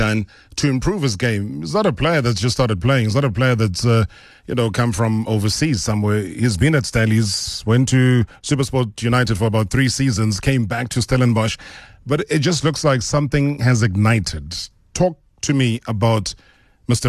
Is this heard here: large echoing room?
no